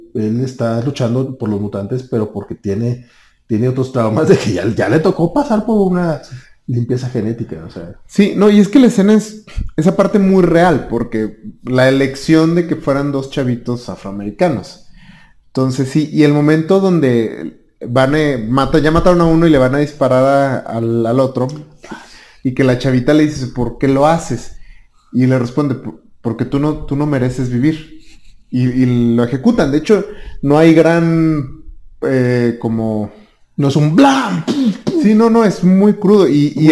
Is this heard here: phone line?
no